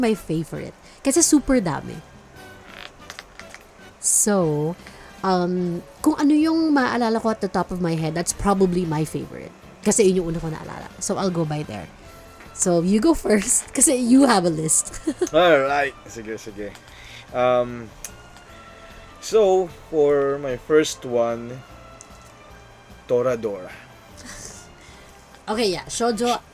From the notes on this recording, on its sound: We tried to record in one location using one mic, and it seems the sound did not come of as okay as we'd hope. Even with all the noise and sound quality differences.